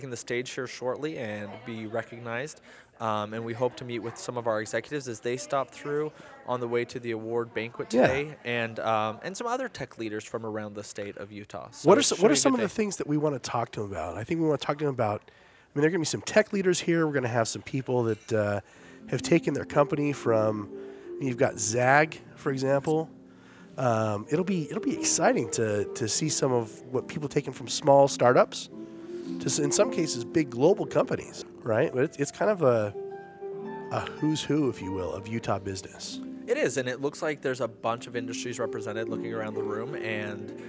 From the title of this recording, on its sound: Live from Utah CEO of the Year Awards